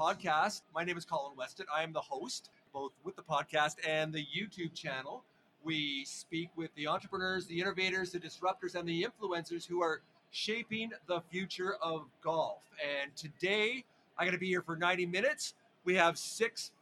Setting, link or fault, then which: setting, busy venue